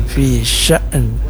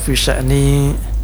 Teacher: Tanwin pun atau tidak tanwin, atau misalnya baris satu aja tidak boleh juga, tapi dia dimatikan. Jadi hamzah dulu mati kemudian nunnya yang dimatikan. · Shown in: first take